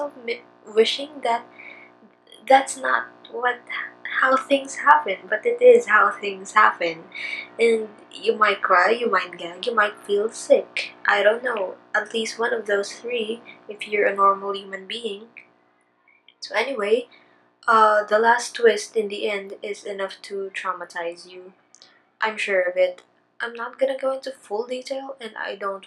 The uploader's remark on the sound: I AM SO SORRY FOR BUZZING IN THE BACKGROUND. IT GOES IN AND OUT.